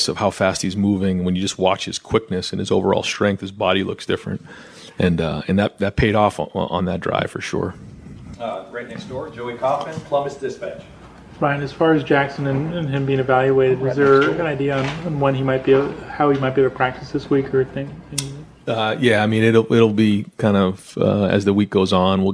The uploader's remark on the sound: media press conference